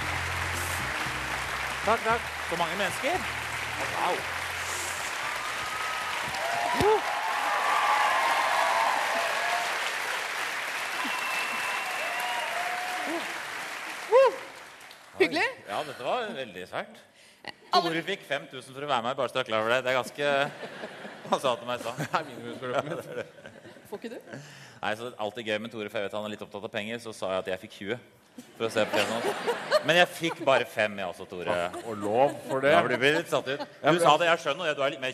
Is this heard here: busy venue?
yes